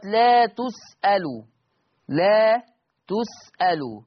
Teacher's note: تقرأ هذه الكلمة في حفص بضم التاء واللام